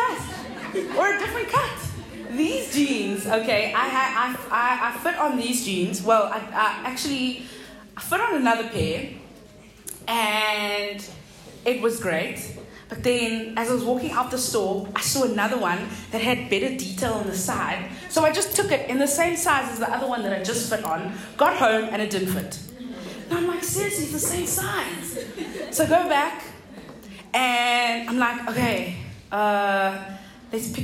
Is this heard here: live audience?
yes